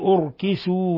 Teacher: نفخم الراء لأنها ساكنة